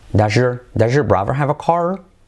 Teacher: Does your, la S, con la Y suena, shh.